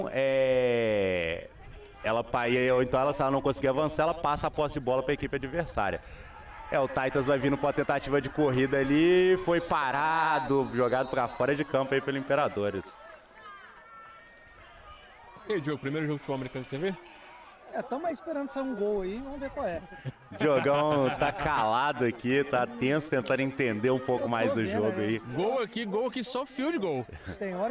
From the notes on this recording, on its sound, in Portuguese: Este episódio foi gravado em um jogo de futebol americano